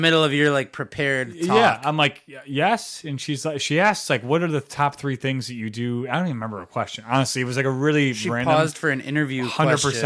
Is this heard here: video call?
no